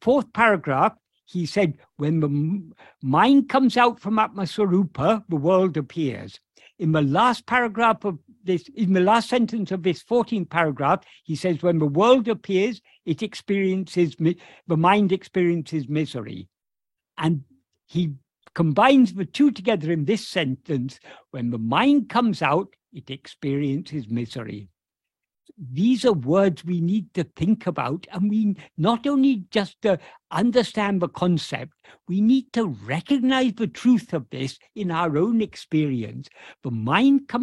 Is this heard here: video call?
yes